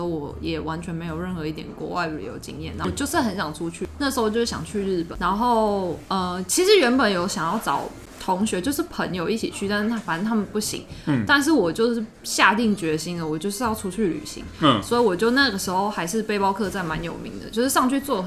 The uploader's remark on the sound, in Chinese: 錄音地點：Kafemera - 卡菲米朗坊。